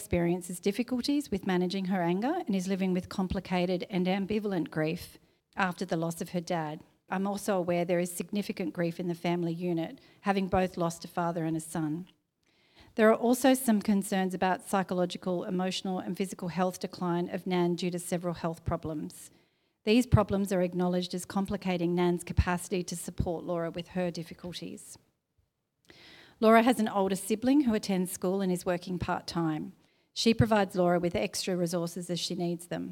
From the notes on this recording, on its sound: A recording from our very first LIVE SHOW! As part of the ANZSWWER Symposium in early November, the team hosted a recording session of the podcast in front of a live audience.